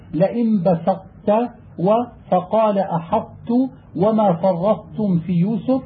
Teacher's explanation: تدغم الطاء في التاء ويبقى لفظ الإطباق ظاهرا